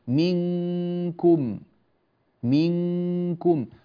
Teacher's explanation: عند الكاف وعند القاف يرتفع اللسان من الخلف من عند مخرج الكاف والقاف · Term: الإخفاء